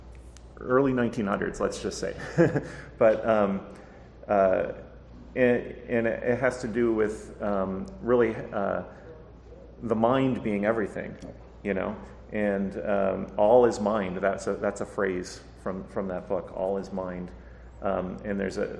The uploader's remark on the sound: PulpFest 2023. The panel was part of ERB Fest.